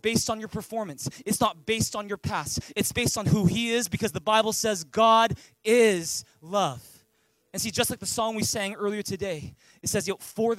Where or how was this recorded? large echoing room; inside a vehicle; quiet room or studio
large echoing room